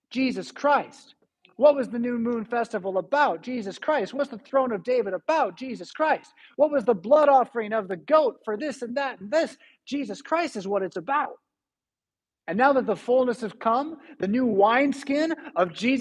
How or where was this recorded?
large echoing room